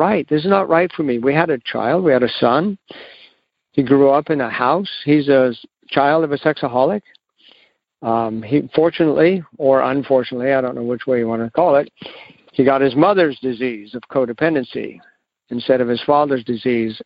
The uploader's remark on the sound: Monday Noon Phone Speakers Series